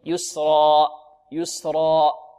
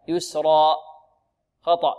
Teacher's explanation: لا نقف عليها بأكثر من حركتين، ولا نختمها بهمزة · Shown in: first take